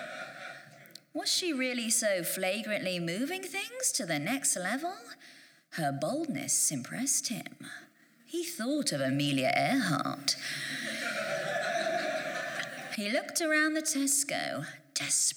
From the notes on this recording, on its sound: The rough and experimental pilot episode, performed live at VAULT Festival in Waterloo, London.